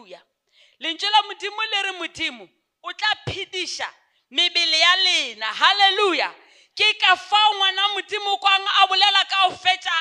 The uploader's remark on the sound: Visited our church as a guest speaker. During the Faith Heritage Convention. Preached this sermon during our Sunday service.